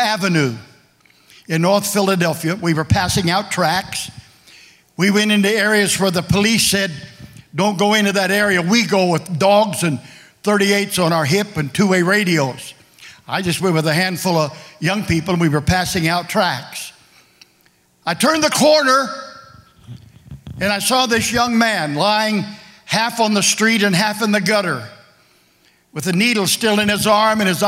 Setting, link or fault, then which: setting, large echoing room